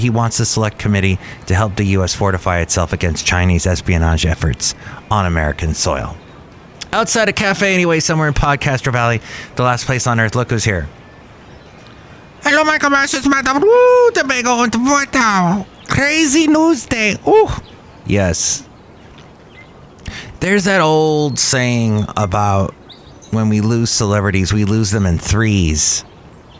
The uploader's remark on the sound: podcasts live from Cafe Anyway